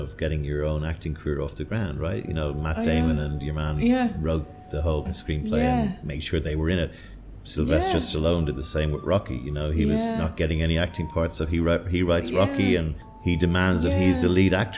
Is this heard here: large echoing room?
no